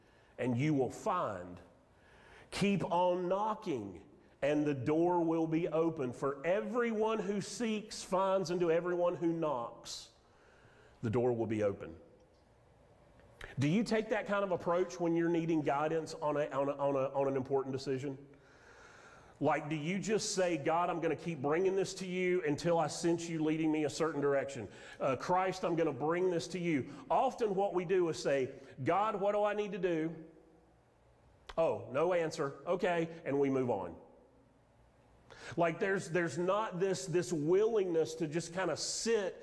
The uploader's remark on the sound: Sermon audio from Mission Church in Locust, NC.